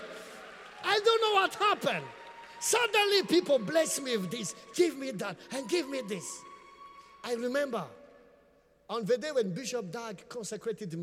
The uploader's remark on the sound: Preached at the Qodesh